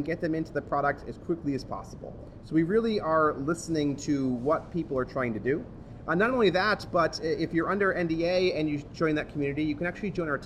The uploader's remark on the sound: Recorded on 12 October 2015 at VMworld Europe